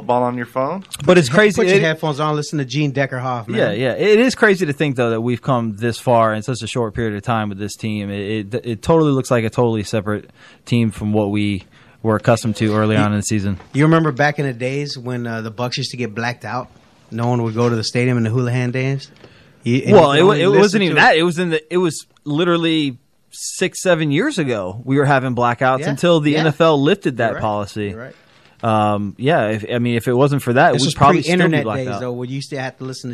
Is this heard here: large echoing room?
no